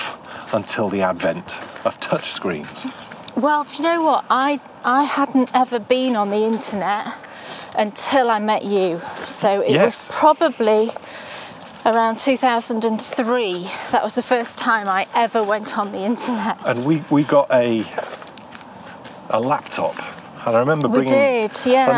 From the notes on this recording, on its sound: you need your walking boots for this one because its time to get a little muddy as we take a walk in the woods